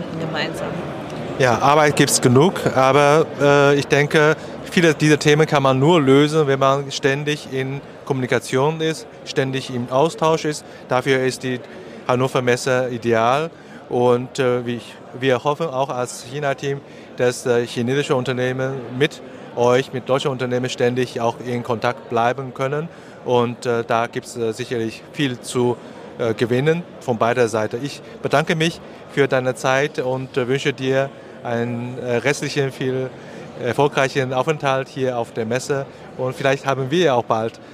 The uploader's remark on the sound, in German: Live Interview auf Hannover Messe 2023.